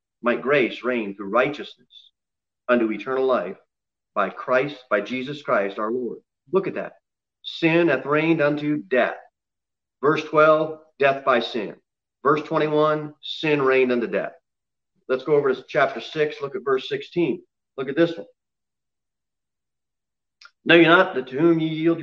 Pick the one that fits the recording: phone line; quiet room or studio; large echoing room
large echoing room